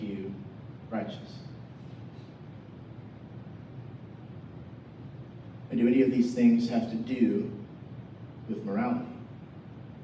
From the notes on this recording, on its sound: We apologize for the poor sound quality. We had major technical difficulties this Sunday morning.